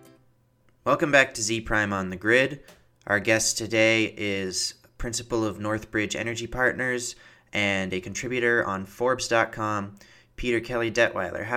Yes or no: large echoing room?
no